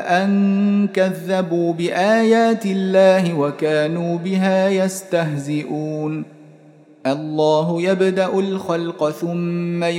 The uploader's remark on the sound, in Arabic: مسجل من صلاة التراويح بمسجد السلام بحي مشرفة بجدة.